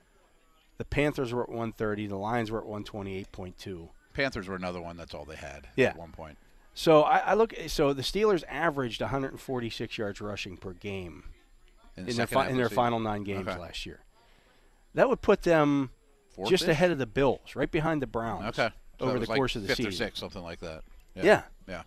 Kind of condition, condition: setting, busy venue